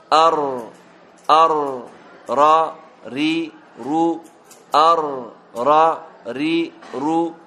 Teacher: ارتعاد طرف اللسان ارتعادا خفيفا · Term: صفة التكرير